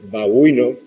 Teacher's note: En amaba, o en babuino, la segunda B, no juntamos los labios · Term: lenición